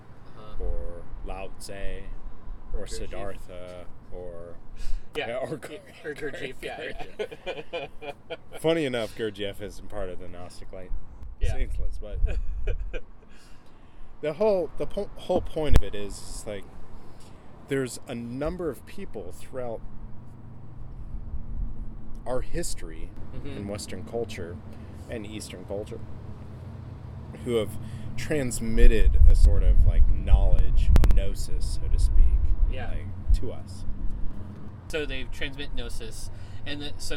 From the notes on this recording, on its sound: We recorded this outside at the Bird + Bear in Southeast Portland.